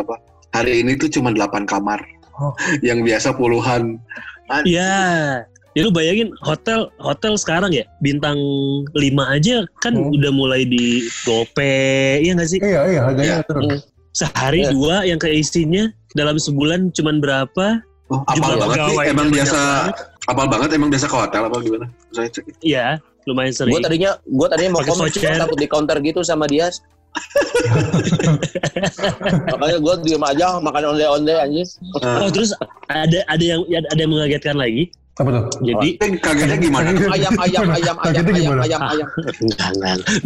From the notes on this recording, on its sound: Jadi mohon maaf kalo audio di episode ini kurang oke. This episode recorded via Zoom.